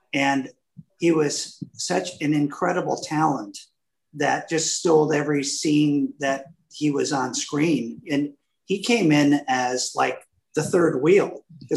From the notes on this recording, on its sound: This is the audio recording of a zoom Q. There were over 200 fans online from around the world.